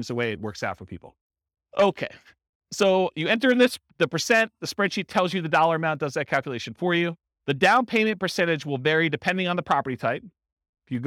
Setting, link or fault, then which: setting, live audience